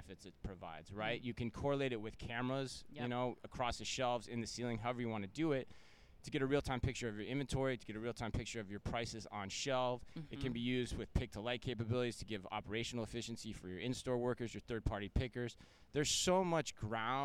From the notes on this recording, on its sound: In the latest edition of the Omni Talk Fast Five live from Shoptalk Europe in Barcelona.